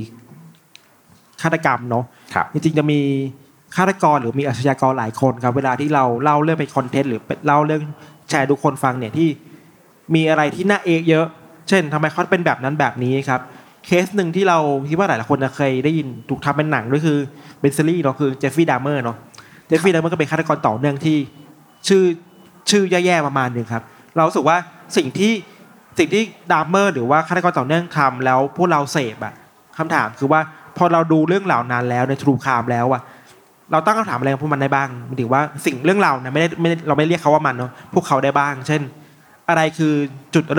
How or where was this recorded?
live audience